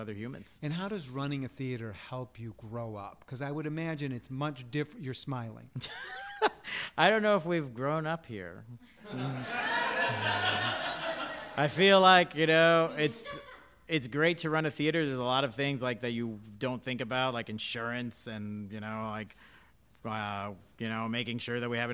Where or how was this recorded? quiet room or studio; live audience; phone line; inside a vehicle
live audience